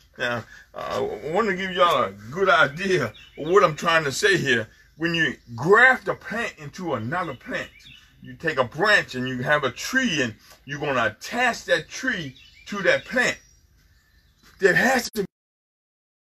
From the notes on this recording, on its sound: FTNFCOG Outside Service.